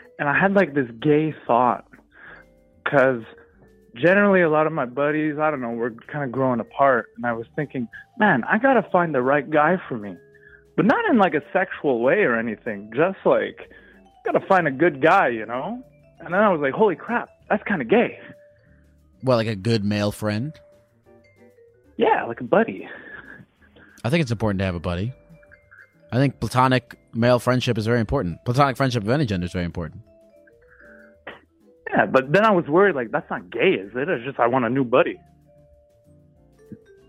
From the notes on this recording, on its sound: Every call in this episode lasts only 1 minute.